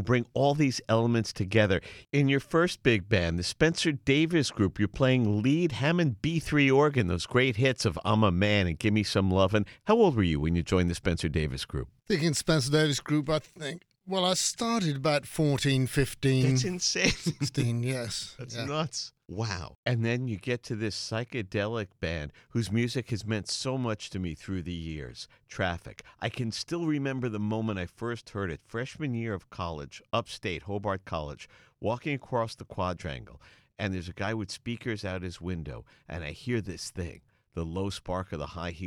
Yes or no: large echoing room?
no